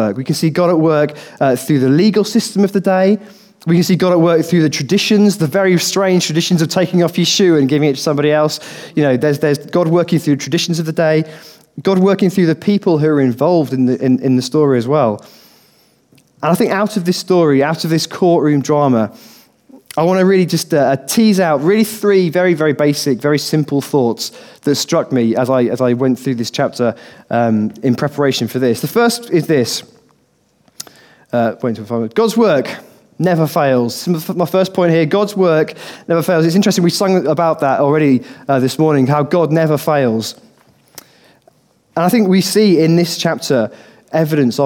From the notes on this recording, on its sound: Recorded on 13/12/2015 at our Bournville gathering